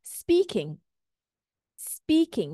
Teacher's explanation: if it has two syllables, speaking, now we stress on the first syllable